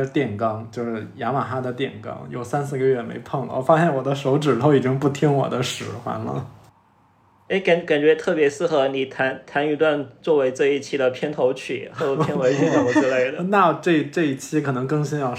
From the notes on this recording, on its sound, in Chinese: 录制这期节目时，我们“原则性居家”了八天。因为是各自在家用手机录音，还伴随着窗外的环境音，所以音质听起来跟往期不一样。